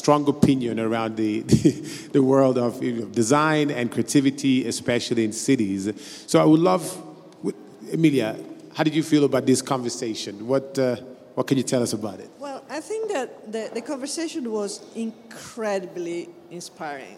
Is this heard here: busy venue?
yes